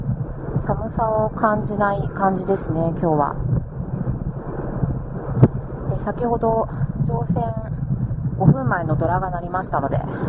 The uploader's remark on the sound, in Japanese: 今回のラジヲは音質が本当に悪くてすみません。